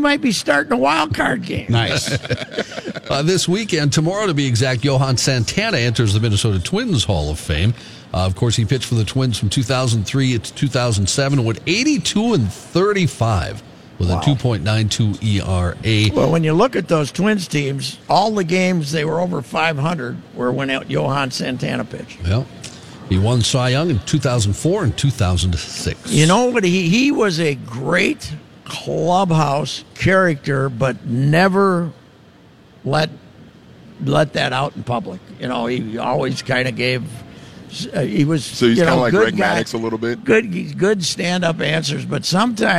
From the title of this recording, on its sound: live at the 3M Championship at the TPC